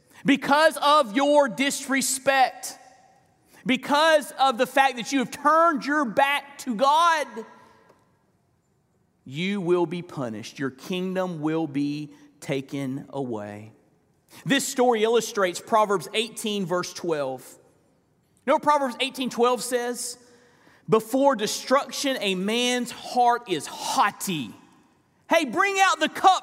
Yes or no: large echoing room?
yes